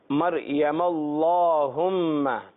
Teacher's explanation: اور یہ جو الف ہے اللهم کا، جو الف ہے یہ پڑھنے میں نہیں آتا، یوں کہیے کہ گر جاتا ہے